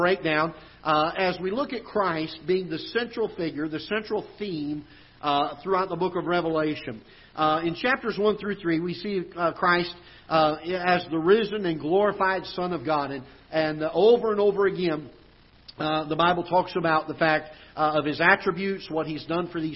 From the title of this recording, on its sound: Ketha Heights Baptist Church ~ Live Broadcast